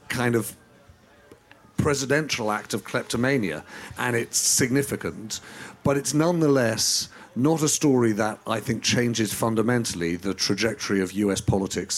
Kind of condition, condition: setting, busy venue